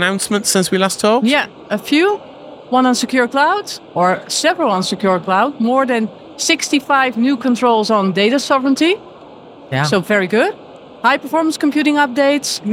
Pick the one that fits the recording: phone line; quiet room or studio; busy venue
busy venue